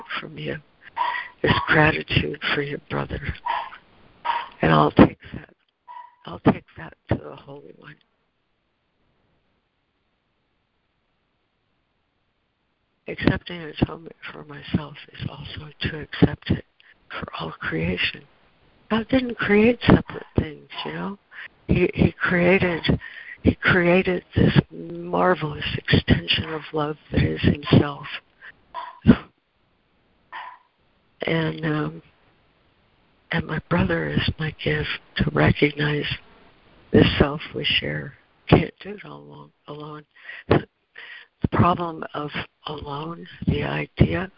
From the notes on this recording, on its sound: ACIM Daily Conference Call.